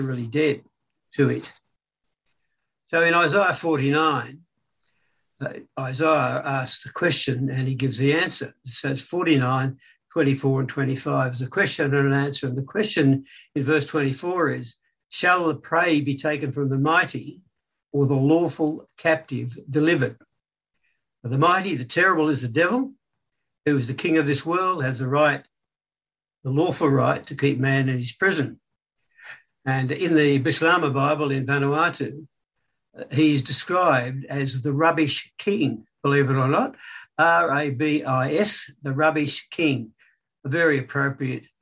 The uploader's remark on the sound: Talk 1 from Wednesday United zoom meeting on 20 October 2021